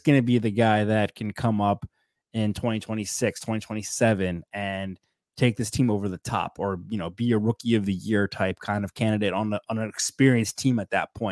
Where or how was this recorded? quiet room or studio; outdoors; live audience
quiet room or studio